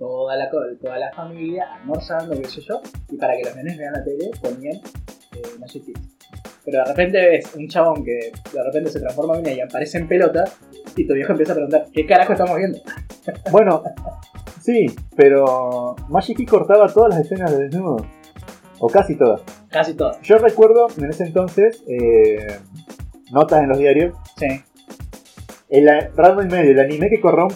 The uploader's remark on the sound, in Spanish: Se escucha mal pero como somos unos caraduras lo subimos igual. El podcast comodorense. Este piloto se escucha mal, es verdad.